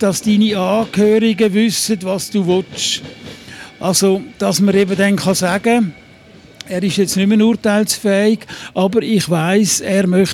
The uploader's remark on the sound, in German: live aus der Music Esse Bar, man vom nahen Bahnhof her das pulsierende Leben hört